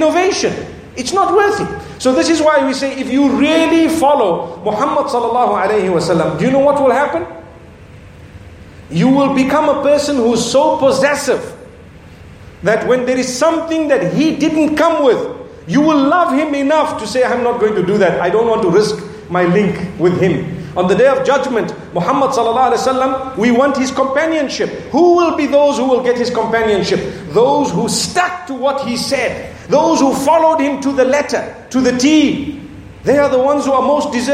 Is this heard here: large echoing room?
yes